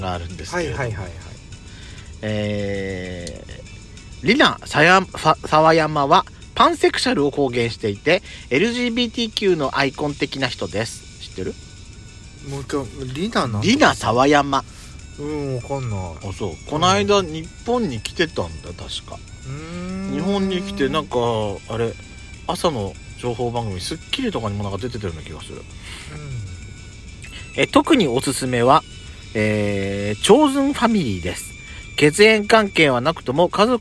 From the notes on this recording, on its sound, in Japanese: パーキング収録